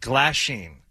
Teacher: You put the emphasis on the first syllable.